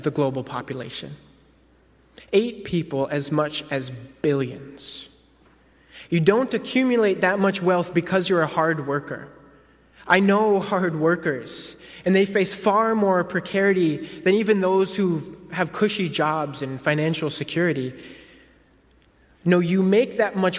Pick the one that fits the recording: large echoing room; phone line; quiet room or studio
large echoing room